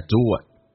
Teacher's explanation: Do 跟 it 加了一个半元音叫 w，这是元音跟元音之间的连音叫 doit。Why can't you do it for a change?